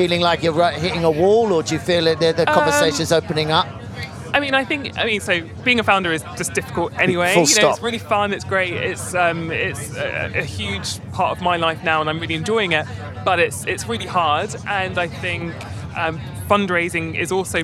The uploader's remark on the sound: Recorded live on a Eurostar from London to Paris